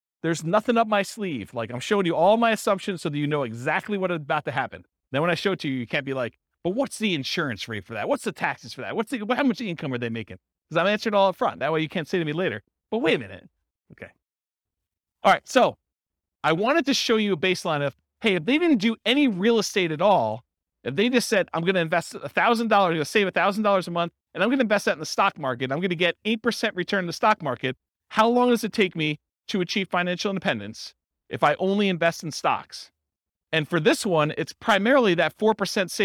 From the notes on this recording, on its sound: This was a live class recorded